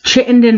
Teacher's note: The T is pronounced in Vermont.